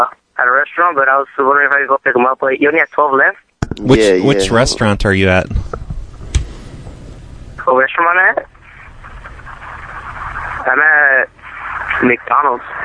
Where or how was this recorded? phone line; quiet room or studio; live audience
phone line